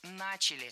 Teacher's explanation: Ударение в этом слове падает на первый слог.